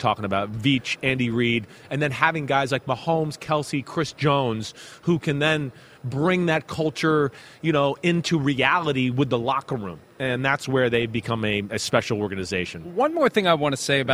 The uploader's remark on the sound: PFT Live from Super Bowl Media Week in Arizona